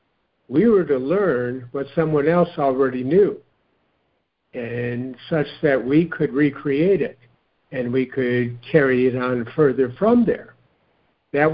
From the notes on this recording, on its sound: joining together on a Free Conference Call